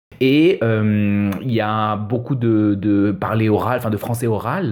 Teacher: je ne prononce pas « enfin », mais simplement « fin ». · Term: syllabe fantôme